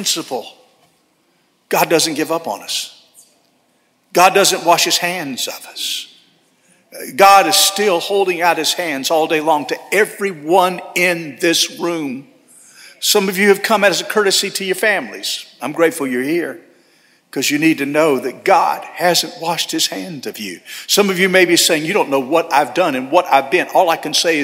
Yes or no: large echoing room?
yes